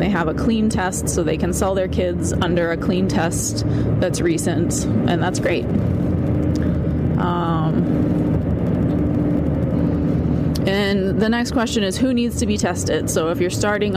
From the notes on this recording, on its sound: Recording on the road because that's where I spend my life.